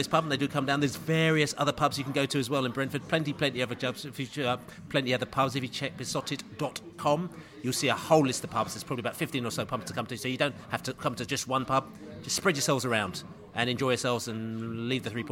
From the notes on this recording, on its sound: Podcast from the Pub.